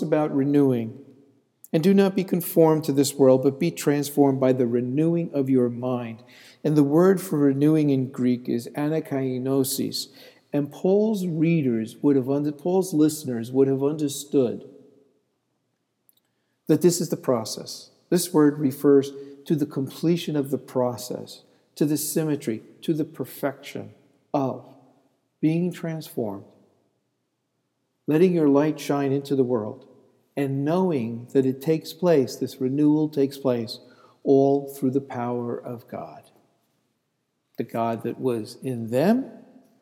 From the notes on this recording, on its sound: This sermon was delivered on August 3, 2014 at Laurelton United Presbyterian Church and Calvary St. Andrew's Presbyterian Church - both in Rochester.